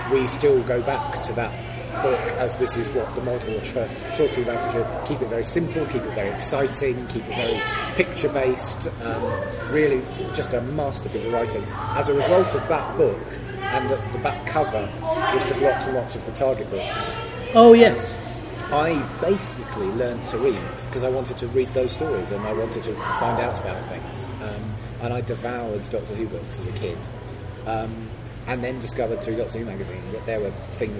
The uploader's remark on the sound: This episode was recorded both at and a little after the Chicago TARDIS 2010 convention. This episode was recorded both at and a little after the Chicago TARDIS 2010 convention. You will also hear some select audio clips from the podcast panel!